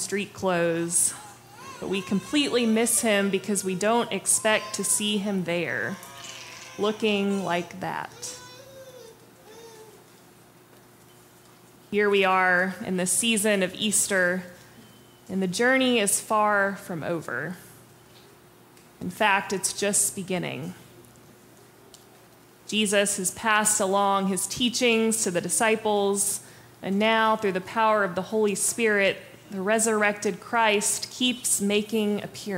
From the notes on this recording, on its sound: Preached on April 23, 2023 for our MorningSong Worship Service.